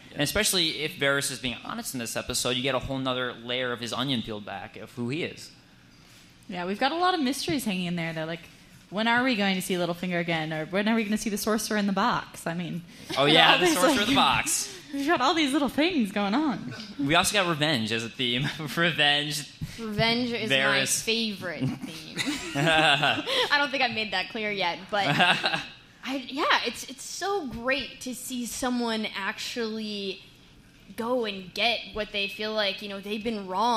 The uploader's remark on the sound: taped live at the Jon Lovitz Comedy Club at Universal City Walk